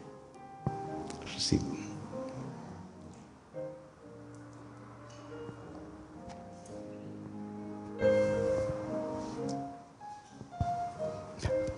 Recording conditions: large echoing room